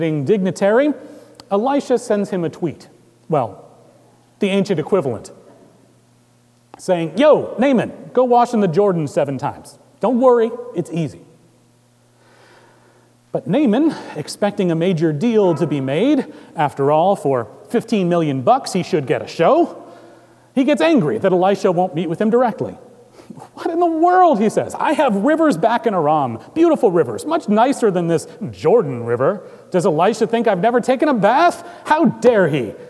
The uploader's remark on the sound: At Trinity Presbyterian Church in Bixby, Okla.